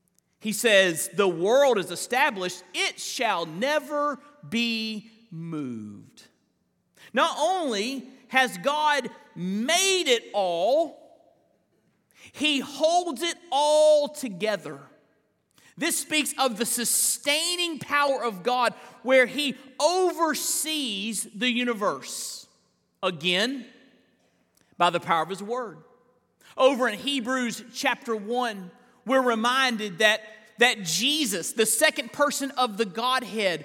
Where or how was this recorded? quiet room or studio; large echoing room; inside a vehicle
large echoing room